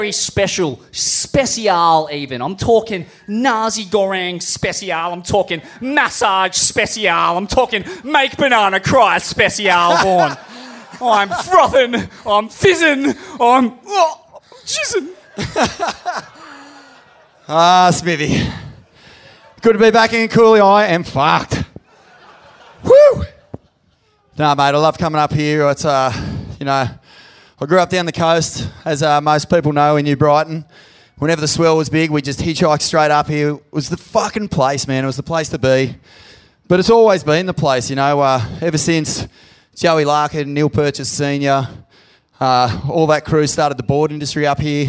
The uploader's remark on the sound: LIVE from the Cooly Hotel